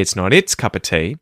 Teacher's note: the T at the end of the word not is becoming a T flap